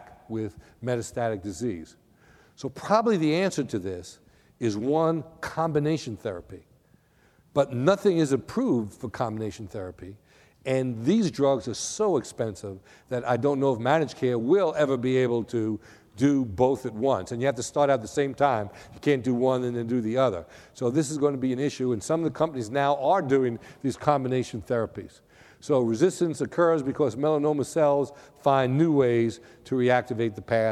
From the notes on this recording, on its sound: was recorded at the 2013 SDPA Fall Conference in Atlanta.